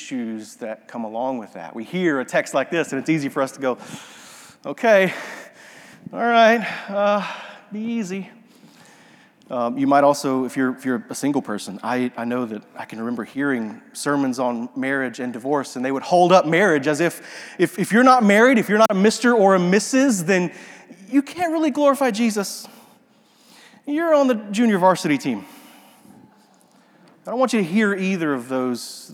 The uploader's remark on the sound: This sermon audio was captured during a worship gathering at Restoration Fellowship in Memphis, TN.